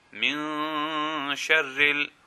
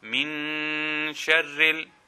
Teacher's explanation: So the Noon Sakin, and after that there is a Sheen from the 15 letters, so we are lengthening the sound slightly and also hiding the sound of the Noon by not pronouncing it completely · Shown in: first take · Now if we were to pronounce it min sharril, that would be incorrect because we are actually pronouncing the N sound fully rather than hiding the Noon sound. · Term: Ikhfa